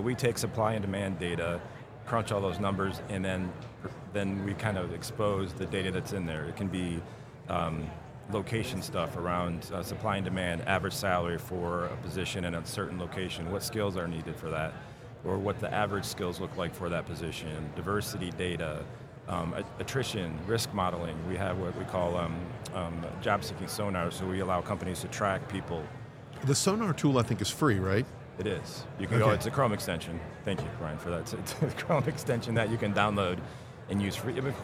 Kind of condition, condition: setting, busy venue